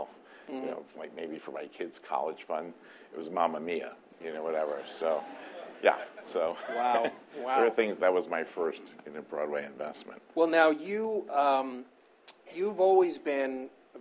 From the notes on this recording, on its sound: spoke to a packed house at the Tribeca Film Festival